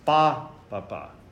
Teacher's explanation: There's a long one and then two short ones. · Term: dactyl